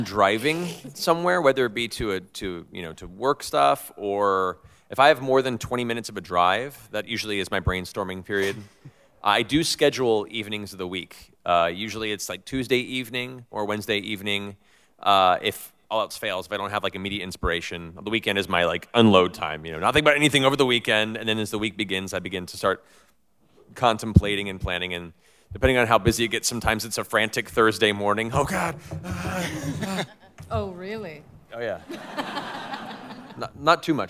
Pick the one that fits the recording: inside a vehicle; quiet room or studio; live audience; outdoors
live audience